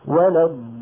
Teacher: وللضالين، لاحظوا بأني لما نطقت وللضالين مططت صوتي في الضاد أكثر من مطي له في اللام، ومططت صوتي في اللام الأولى بقدر مطي لصوتي في النون التي وقفت عليها · Term: اللام الساكنة